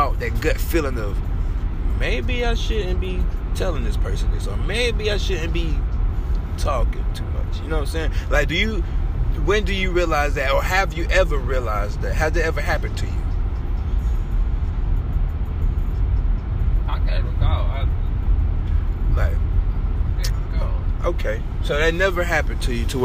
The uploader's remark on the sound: car ride and outside discussion